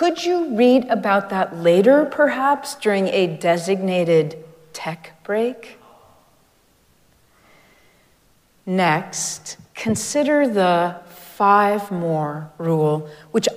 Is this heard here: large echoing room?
yes